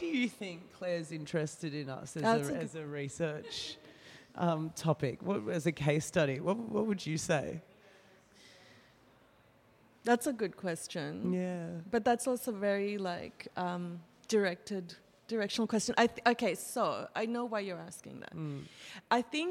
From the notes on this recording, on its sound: Live public conversations in the gallery focused on the renegade party and protest culture in Sydney.